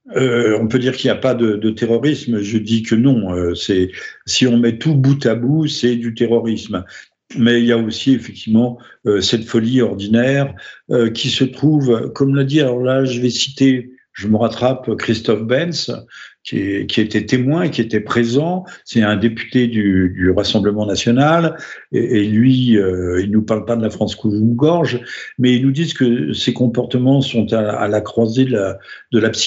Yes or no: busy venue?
no